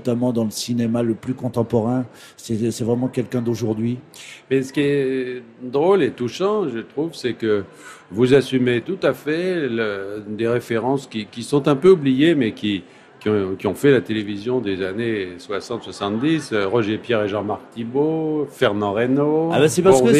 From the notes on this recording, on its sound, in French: En direct du Salon du livre de Paris